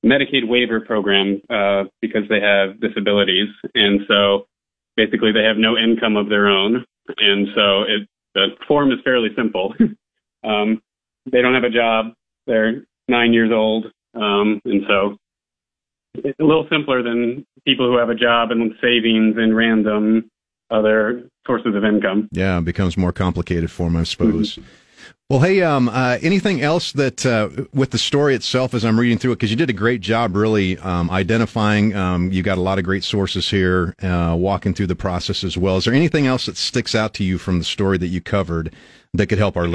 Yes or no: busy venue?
no